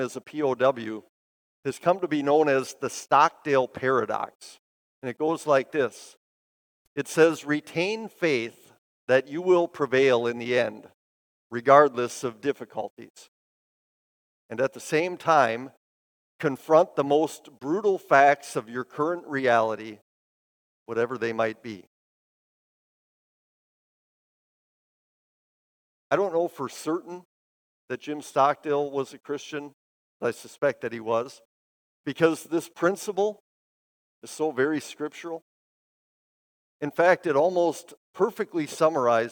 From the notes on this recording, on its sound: Preached this sermon at Bethany's Sunday worship on May 14, 2023. Bethany, Appleton, WI.